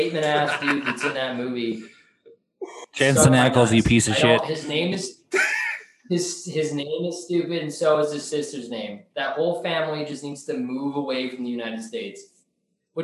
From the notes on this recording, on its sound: Apologies for the technical issues causing a slight audio issue